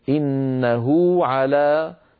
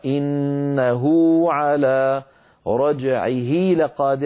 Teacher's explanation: تمد الصلة الصغرى بمقدار حركتين وتلحق بالمد الطبيعي